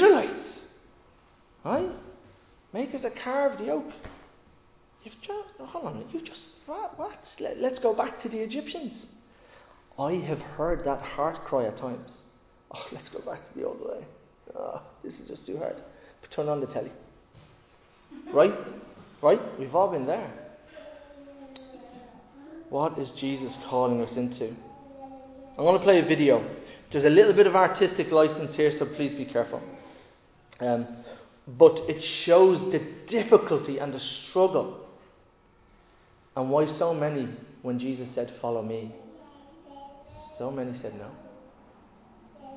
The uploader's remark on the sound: Recorded live in Liberty Church on 22 May 2022